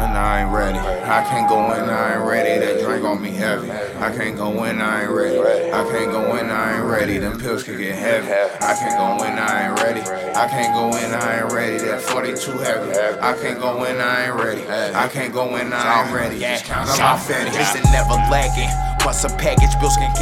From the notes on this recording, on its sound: Live from the Eureka Heights taproom